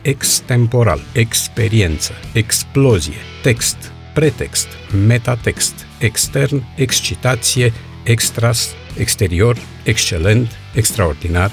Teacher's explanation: Dacă X este precedat de o vocală și urmat de una sau mai multe consoane, în pronunție se aud un C și un S